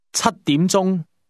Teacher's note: 7 is pronounced with a high level tone.